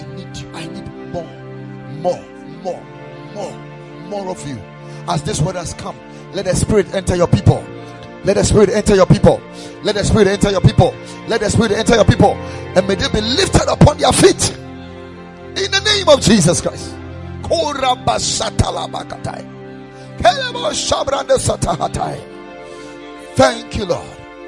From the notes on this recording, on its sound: Preached at the Ekklesia Chapel.